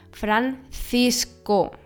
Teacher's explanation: Das C nach dem O wird als K, also stark ausgesprochen. Das erste C wird als Z weich ausgesprochen und das zweite wird als K ausgesprochen.